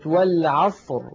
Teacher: تأملوا كلمة والعصر، تجدون بأن الراء عند الوقف عليها ساكنة، وقبلها صاد ساكنة، وقبلها فتحة، فتحة العين، إذا نفخمها. لا نقول والعصر، لا نقول ذلك أبدا، بل نقول والعصر، نعاملها معاملة راء.